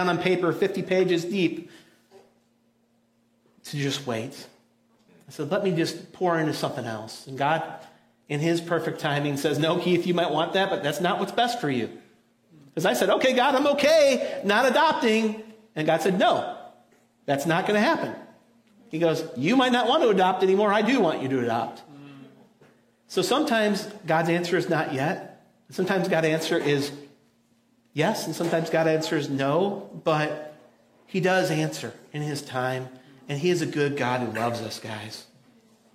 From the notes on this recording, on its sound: audio from New City Church in Champaign-Urbana, IL